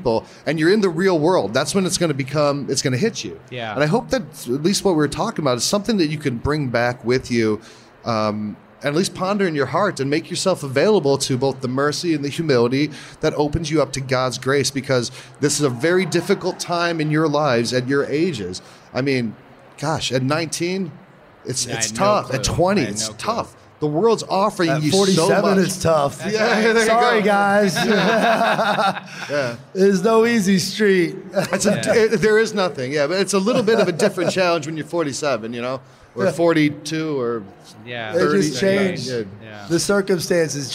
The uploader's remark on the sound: LIVE From SEEK 23. Recorded in front of a live audience.